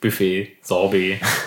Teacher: Auch viele französische Sachen immer auf der ersten Silbe betont